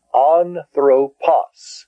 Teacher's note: And the on is the third syllable, and it's called the antepenult. But you must not separate the theta and the rho in this, because they are pronounced together in this word. · Term: inseparable consonants